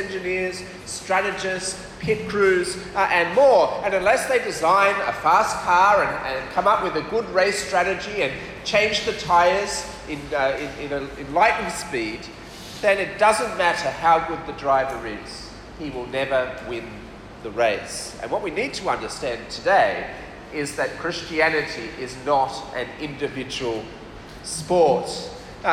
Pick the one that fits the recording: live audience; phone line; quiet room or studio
live audience